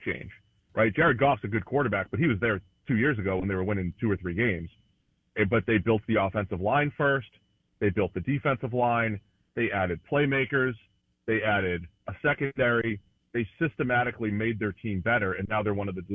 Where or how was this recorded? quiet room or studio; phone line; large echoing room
phone line